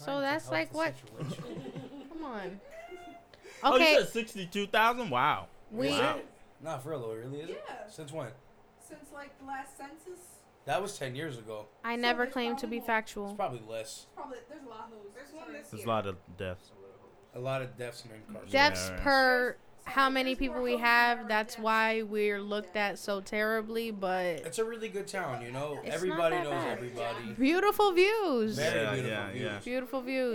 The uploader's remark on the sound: This episode is a complete mess. People turning away from the mic, people jumping in talking, and partying in the background.